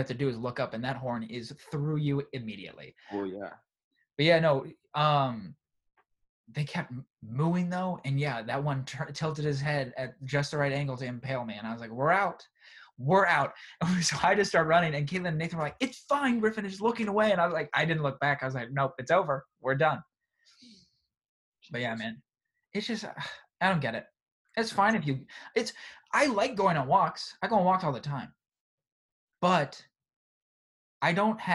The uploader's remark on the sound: First college zoom podcast!